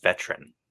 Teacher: he deletes the schwa in the word veteran